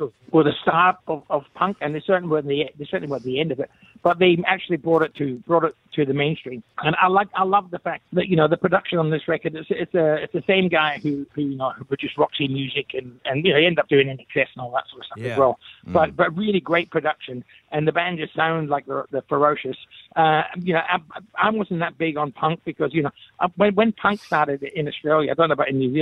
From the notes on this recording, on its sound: Today we are joined on the phone by headliner for the Rock 2000 Live Event 2023.